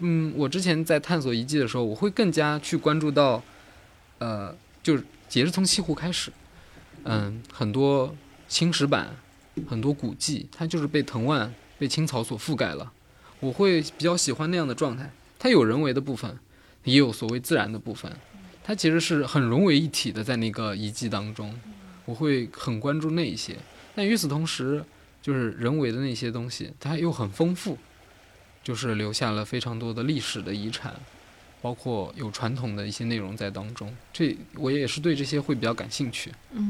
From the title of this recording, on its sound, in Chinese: 夏日海边对话